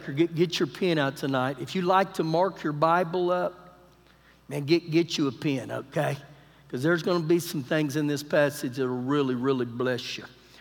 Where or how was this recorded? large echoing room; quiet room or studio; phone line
large echoing room